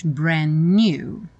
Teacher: E nem pronuncio o D, já junto os N's.